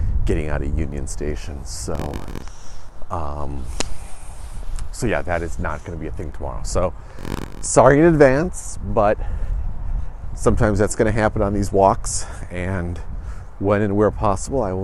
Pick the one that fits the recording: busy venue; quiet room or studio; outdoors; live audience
outdoors